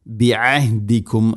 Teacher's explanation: ഐന് തൊണ്ടയുടെ മധ്യഭാഗം, ഹ തൊണ്ടയുടെ താഴെ ഭാഗം, കൃത്യമായിട്ട് ഇതിനെ ഉച്ചരിക്കണം. · Term: ഐനും ഹാഉം